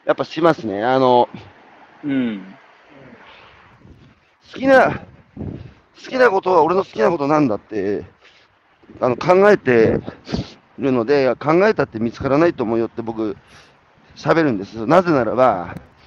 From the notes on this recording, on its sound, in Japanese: 歩くラジオ。歩きながら1時間、対談する。